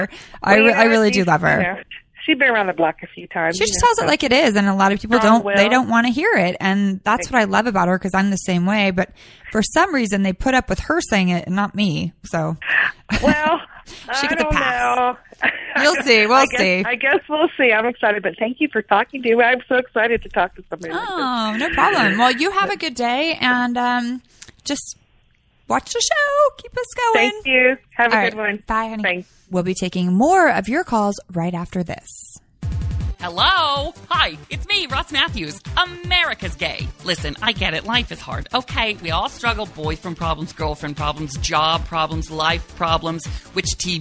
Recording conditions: phone line